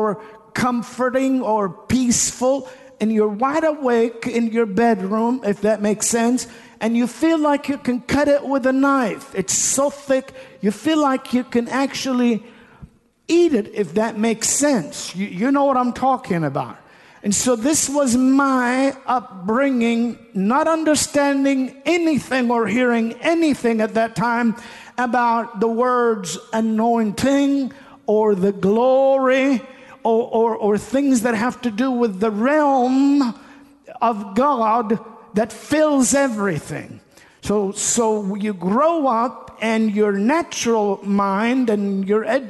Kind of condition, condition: setting, large echoing room